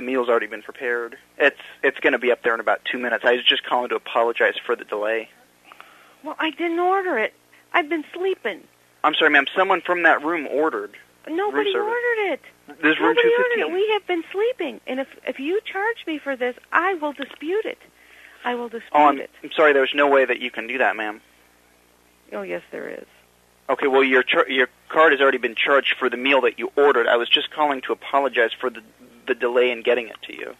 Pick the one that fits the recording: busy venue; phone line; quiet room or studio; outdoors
phone line